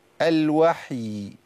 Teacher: لابد من إظهار رخاوة الياء